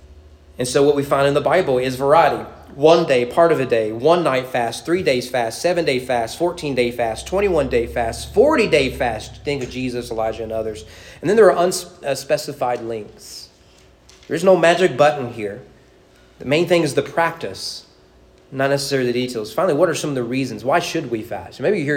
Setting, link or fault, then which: setting, large echoing room